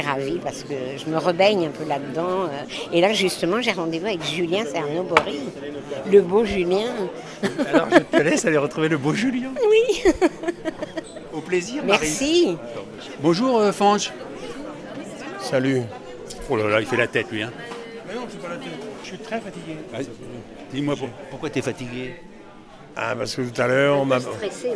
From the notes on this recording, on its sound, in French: Cette Balado au festival Longueur d'Ondes à Brest.